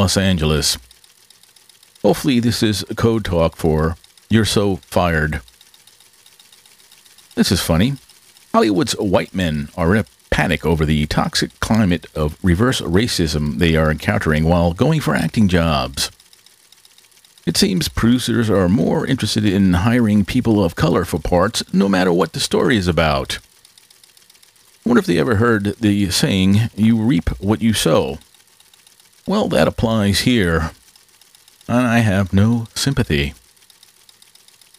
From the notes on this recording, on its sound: Excuse the background noise. A lot was going on during the recording.